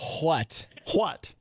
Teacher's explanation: I was taught as a child that it almost is an HW if you're being extremely proper.